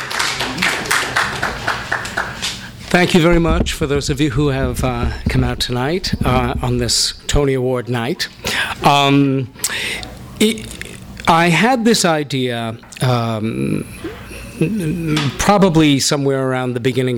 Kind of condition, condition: setting, live audience